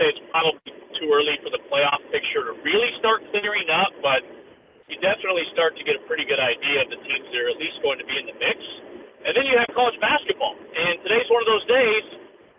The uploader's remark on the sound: live from the road on his way to Arkansas